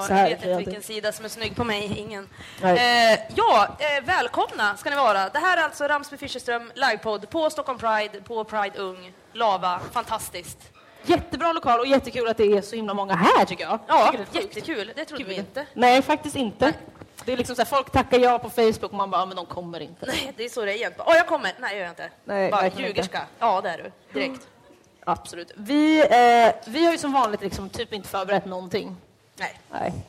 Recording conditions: busy venue